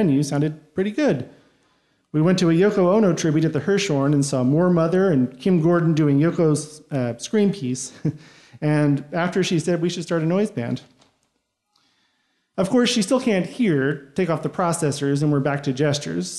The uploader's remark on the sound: Recorded live at Pete’s Candy Store in Brooklyn, NY.